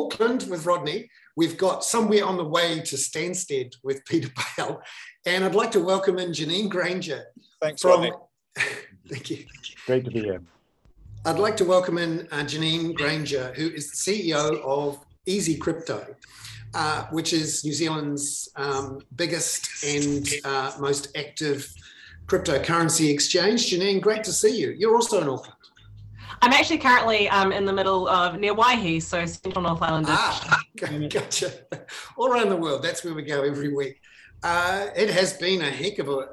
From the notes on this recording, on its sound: In this week’s live hoon webinar for paid subscribers, which is in recorded form above